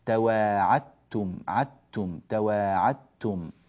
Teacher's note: فالدال تذهب ويكون النطق بتاء واحدة مشددة